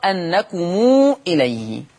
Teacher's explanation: قرأ ورش بصلة ميم الجمع في لفظ واعلموا أنكم إليه